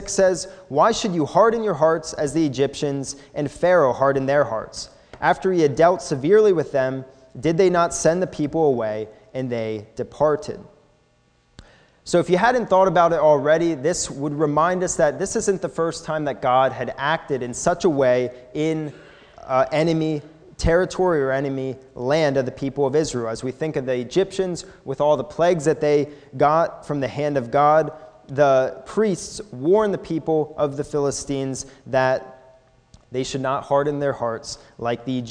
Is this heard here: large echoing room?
yes